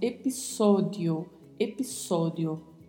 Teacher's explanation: Sempre com a letra E mais fechada e a letra O também mais fechada